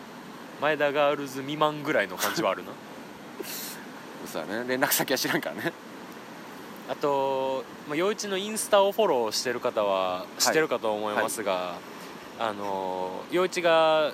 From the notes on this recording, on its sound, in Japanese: 夜中の鴨川収録